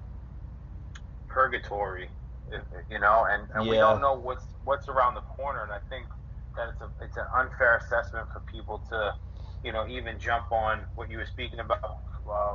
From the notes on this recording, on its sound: Calls in via telephone and weighs in on the conversation.